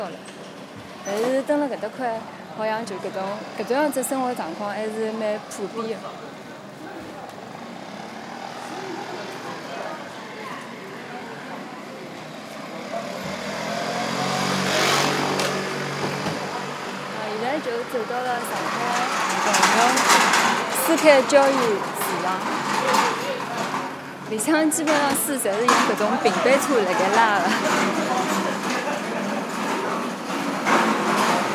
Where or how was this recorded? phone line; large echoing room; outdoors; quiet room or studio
outdoors